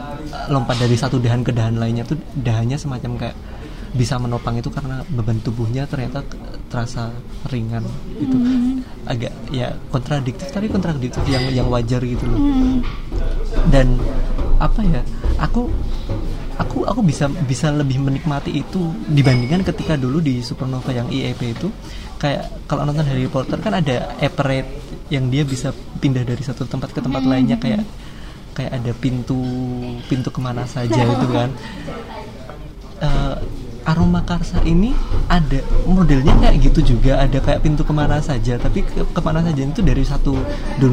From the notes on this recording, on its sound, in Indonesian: Mohon maklum ambience-nya berisik karena merekamnya di Analogi Cafe (dan di bawah tangga, pas --").